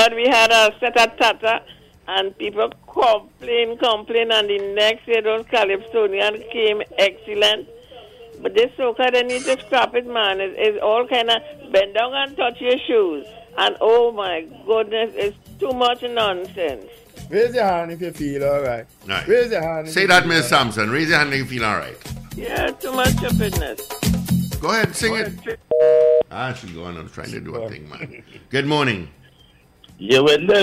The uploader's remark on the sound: During this hour we take calls from our audience